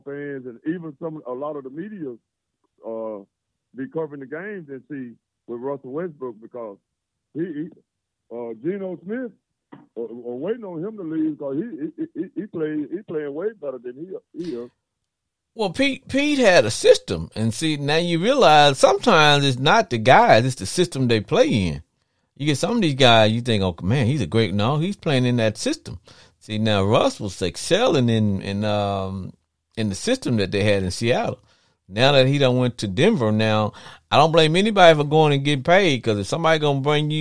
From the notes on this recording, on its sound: Is a one hour live streaming Sports Entertainment Podcast where callers get up to 2 minutes to blow off steam. Callers in a non confrontational setting can call in live.